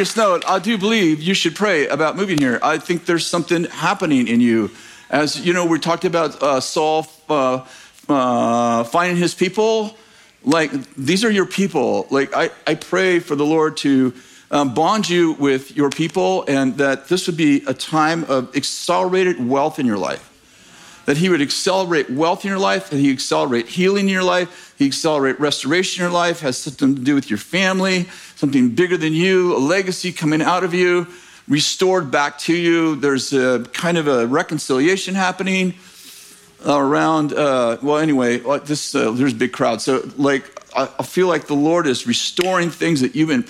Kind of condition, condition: setting, large echoing room